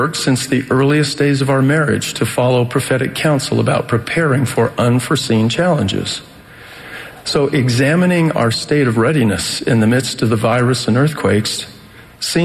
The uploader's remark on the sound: The Saturday Morning Session of the 190th Semiannual Church of Jesus Christ of Latter-day Saints General Conference, October 3, 2020.